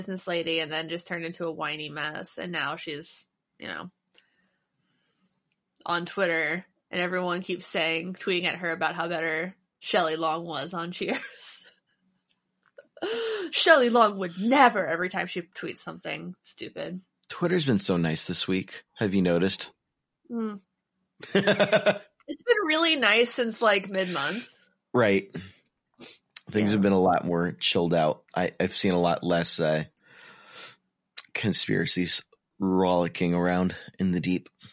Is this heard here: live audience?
no